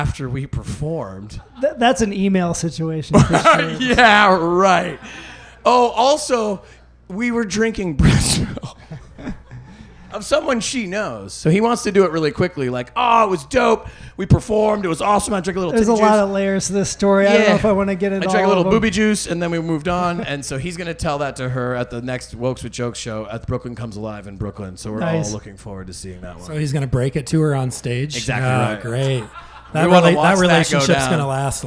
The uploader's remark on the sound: This episode was recorded live at the Summerdance Festival.